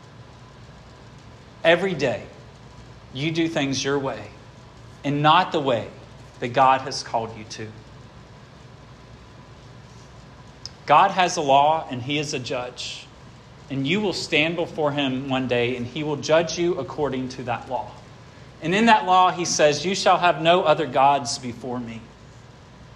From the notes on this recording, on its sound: This sermon was preached at Hope Fellowship.